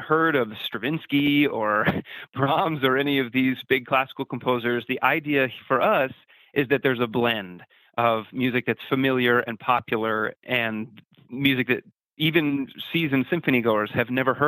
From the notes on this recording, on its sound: chats over the phone